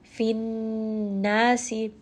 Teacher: bring this up into the nose, emphasize it a little bit to show that there is double noon here